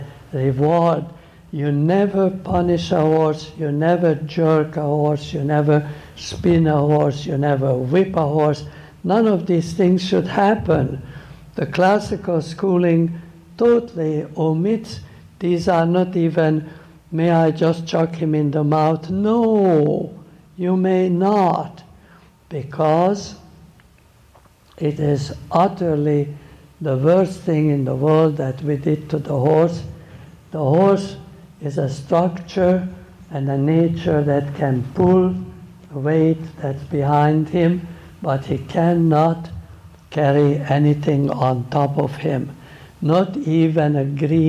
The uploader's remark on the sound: Clip from a lecture he gave during a clinic at JJ Tate’s Blue Ridge Farm.